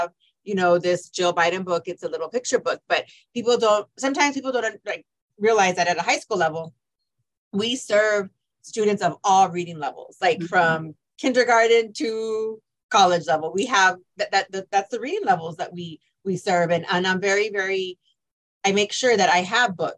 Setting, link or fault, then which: link, video call